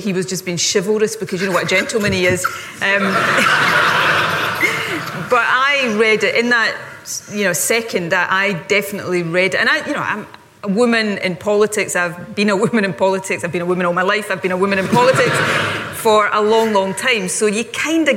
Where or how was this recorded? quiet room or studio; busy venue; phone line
busy venue